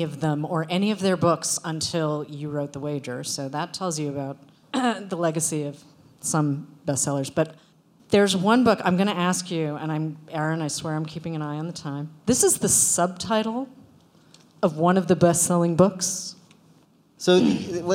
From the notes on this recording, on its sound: live at Barnes & Noble Union Square